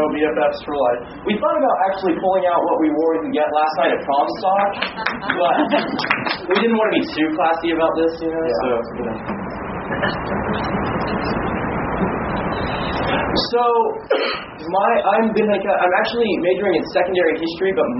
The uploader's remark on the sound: at the 2013 Podstock Conference in Wichita, Kansas, on July 19, 2013